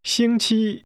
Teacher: This is pronounced with 2 high-level tones.